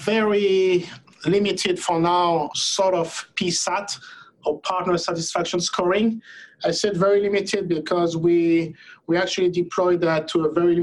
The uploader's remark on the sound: Of course it was recorded in a Zoom Room!